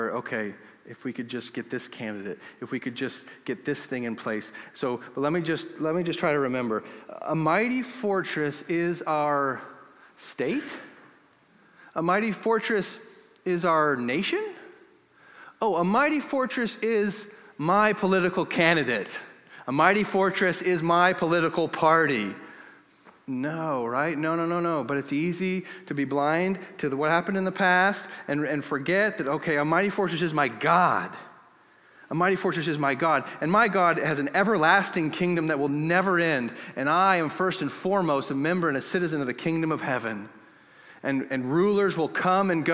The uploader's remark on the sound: This episode was recorded in Northgate Church's Sunday service. We started the service with preaching and then sang in response to the preached word.